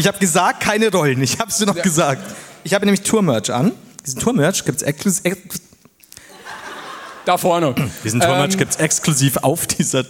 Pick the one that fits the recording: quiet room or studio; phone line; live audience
live audience